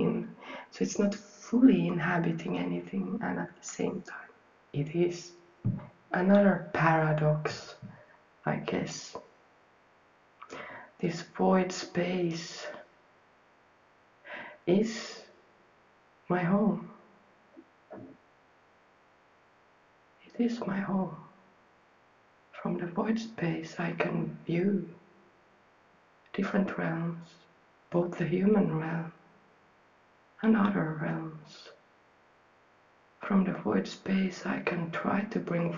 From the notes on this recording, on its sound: There is some background noise, so if that kind of thing annoys you, feel free to skip this episode.